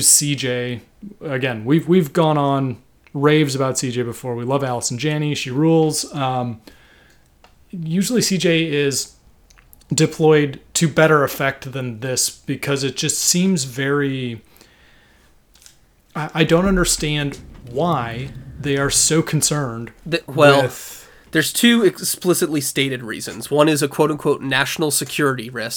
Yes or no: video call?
no